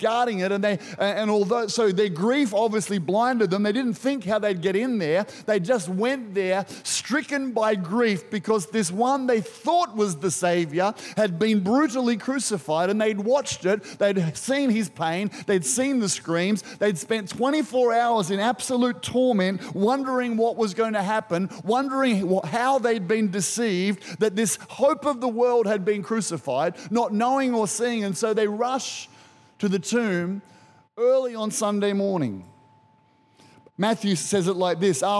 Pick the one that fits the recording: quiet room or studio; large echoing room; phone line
large echoing room